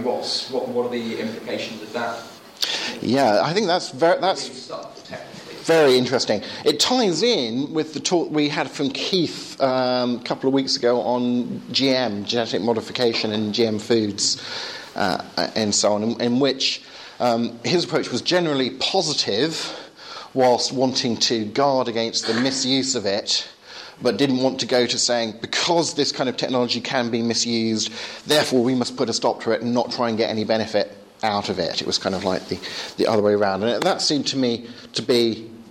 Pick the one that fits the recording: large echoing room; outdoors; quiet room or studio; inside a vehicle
large echoing room